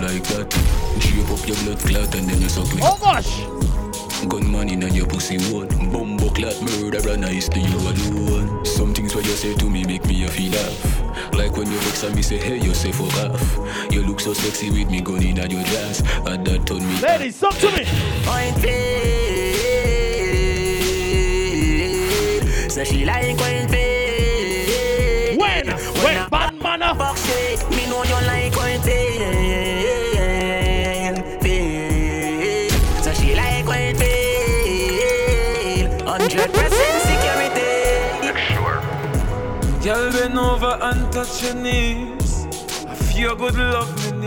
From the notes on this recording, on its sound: LIVE AUDIO FROM PRIVASEA PRESENTED BY UMYX